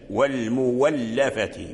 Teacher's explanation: أبدل الهمزة واو. لماذا؟ لأن قبلها ضمة، ضمة الميم والمولفة، وهي فاء الكلمة، لأنها من ألف، ألف الهمزة وقعت فاء الكلمة.